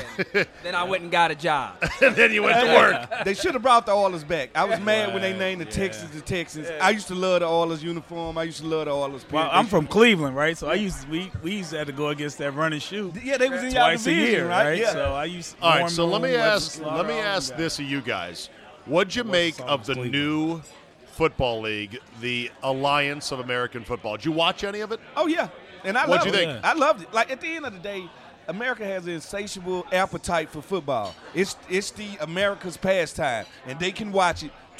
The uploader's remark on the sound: RECORDED LIVE at DC PRIME STEAKS in Ashburn VA.